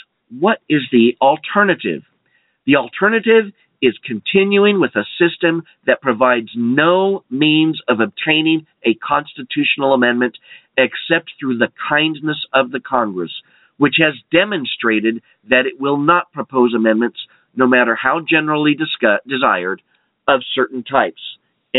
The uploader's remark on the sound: We'll leave some time for phone calls, for your questions and comments.